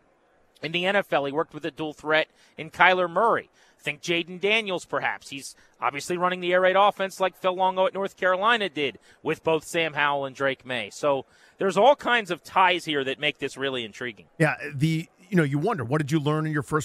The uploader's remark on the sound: LIVE From Radio Row In Las Vegas!